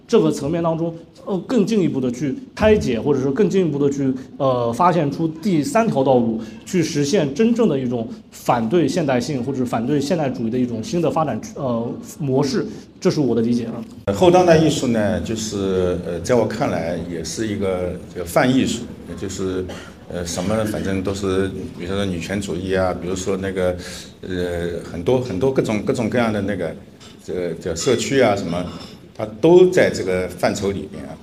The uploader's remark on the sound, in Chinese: 现场实录